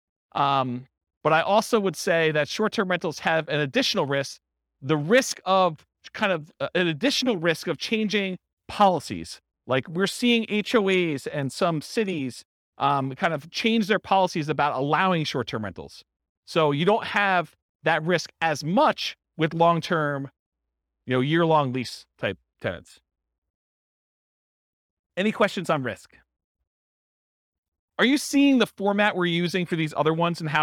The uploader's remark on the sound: This was a live class recorded